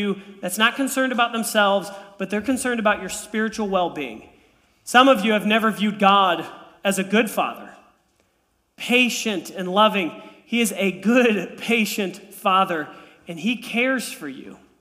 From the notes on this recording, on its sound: This message was preached on January 15, 2023 at FIVE39 Church.